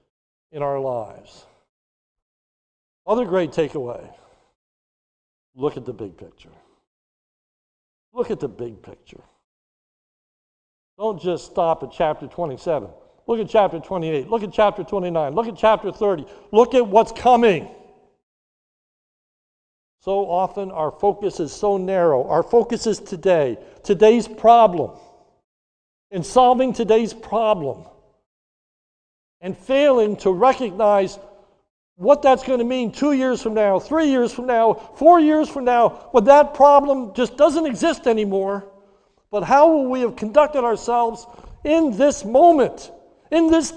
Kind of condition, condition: setting, large echoing room